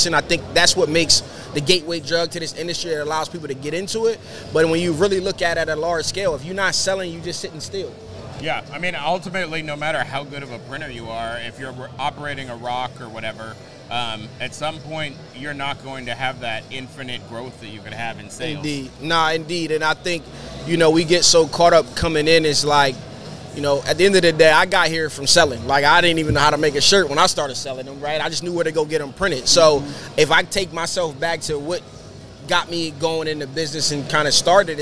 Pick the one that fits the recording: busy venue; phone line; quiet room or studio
busy venue